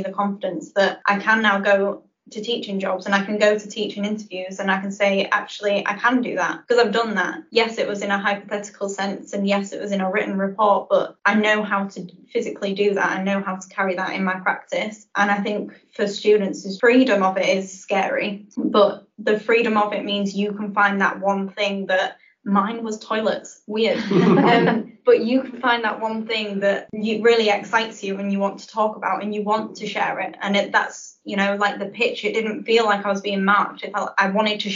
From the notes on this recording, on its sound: We're aware the audio isn't ideal.